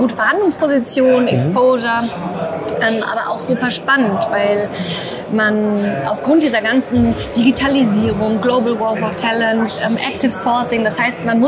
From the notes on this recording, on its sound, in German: sie fand vor wenigen Tagen live, mitten auf dem Recruiting Community Festival #RC22 in Berlin statt